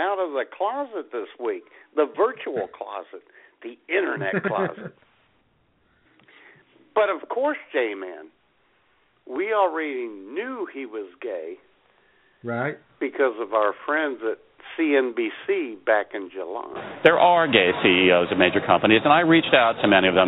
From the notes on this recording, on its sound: Take your phone calls.